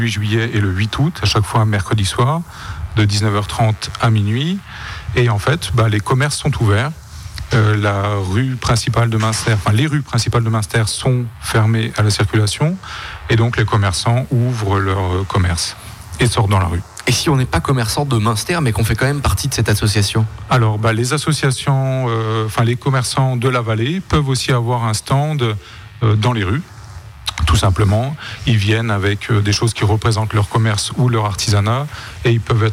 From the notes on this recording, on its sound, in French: Emission en direct depuis la salle de la Laub à Munster, dans le cadre de la fête de la musique.